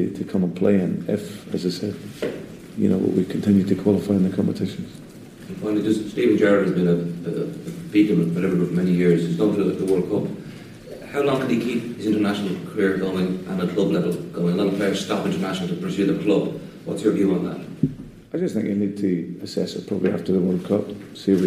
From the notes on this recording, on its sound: Attended the post match press conference after the Shamrock Rovers friendly and recorded the conference in full.